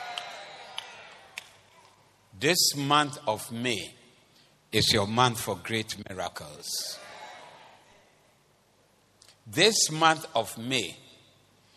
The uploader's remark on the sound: This was preached at the Doxa Service 07052023